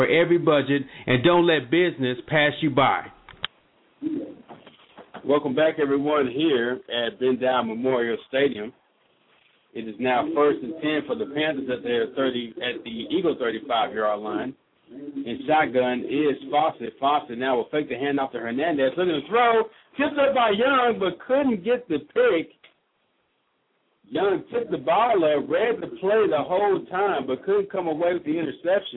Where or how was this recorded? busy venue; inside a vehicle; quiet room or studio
busy venue